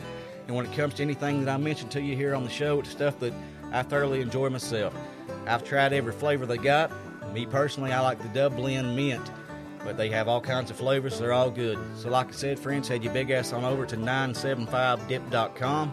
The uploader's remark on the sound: Live At The Burl – Lexington, KY